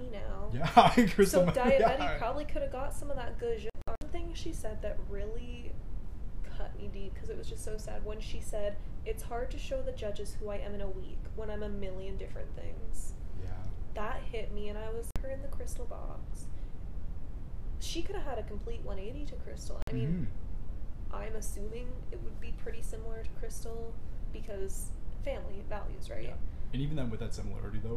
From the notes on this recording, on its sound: Please excuse our technical difficulties during this Ep.